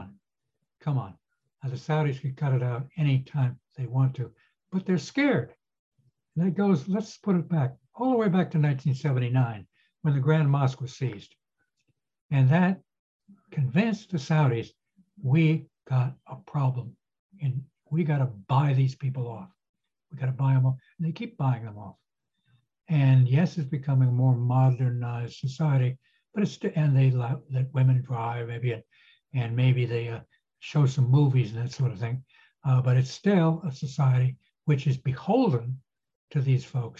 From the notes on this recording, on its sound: This public talk was conducted online via Zoom.